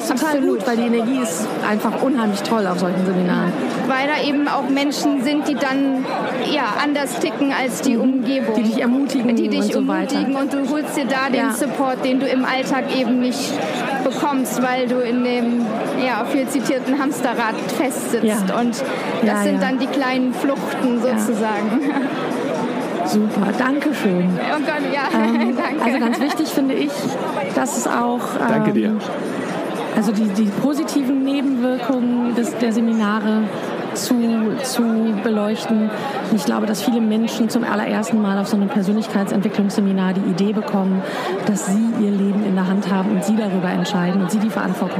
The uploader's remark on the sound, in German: Live aufgezeichnet in der LANXESS-ARENA in Köln in der Pause der Rednernacht. Haben wir uns spontan entschlossen in Köln diese Episode aufzuzeichnen.